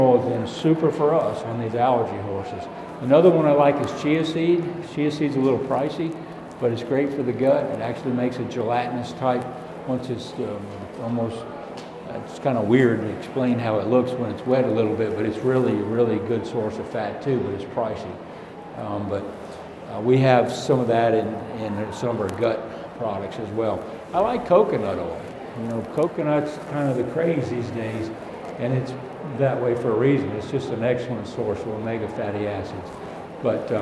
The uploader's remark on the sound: Recorded live from the Fall 2017 Equine Affaire in Springfield MA.